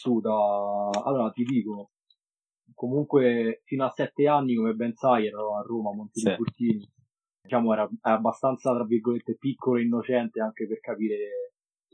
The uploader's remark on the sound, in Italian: Episodio registrato da remoto